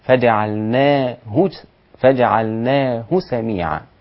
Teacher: خلي بالك ما بضمش الهاء اكتر من الضمة بتاعتها